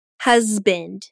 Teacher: the S in husband actually sounds like a Z. Say it.